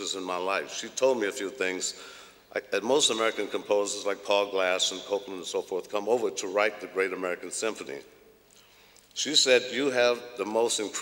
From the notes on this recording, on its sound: Recorded at the 2000 International Achievement Summit in London, England.